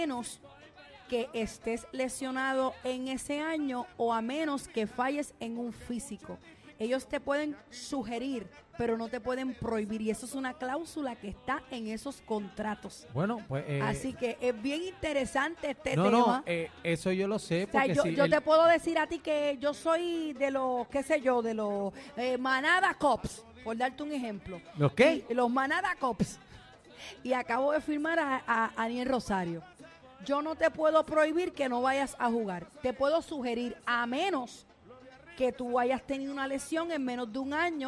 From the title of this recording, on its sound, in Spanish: Bienvenidos a La Manada desde el Estadio Hiram Bithorn